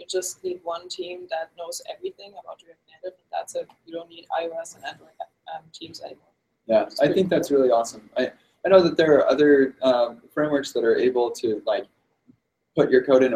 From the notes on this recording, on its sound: We'll be live at React Conf talking with speakers and others about what's going on at the conference.